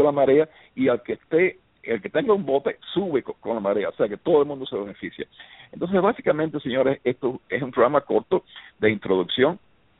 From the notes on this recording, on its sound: LIVE on BTR - for this Special Call. The call will be all in Spanish.